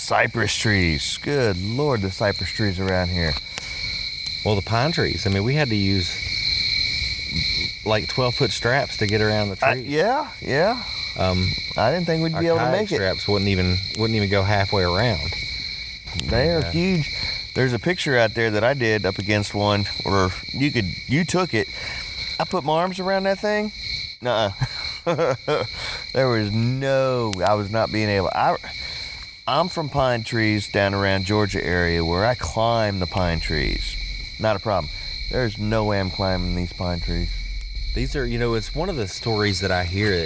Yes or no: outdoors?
yes